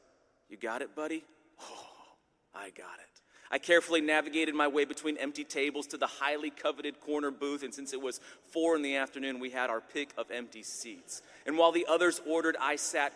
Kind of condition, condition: setting, live audience